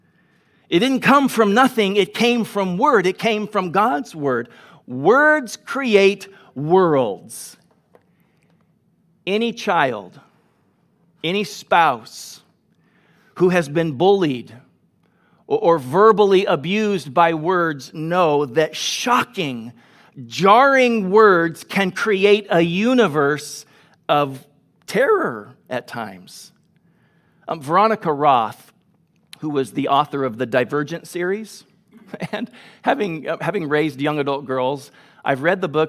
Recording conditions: large echoing room